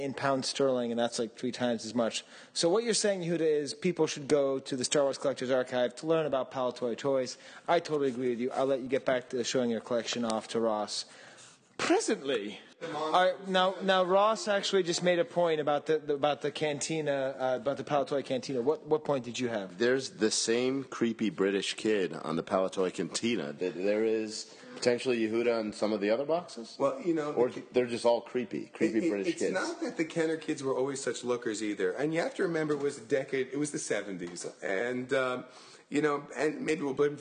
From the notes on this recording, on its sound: during an open Star Wars party